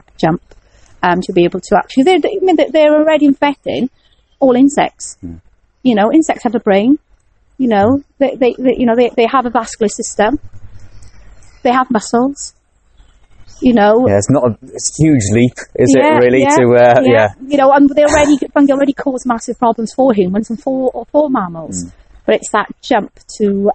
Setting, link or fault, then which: setting, outdoors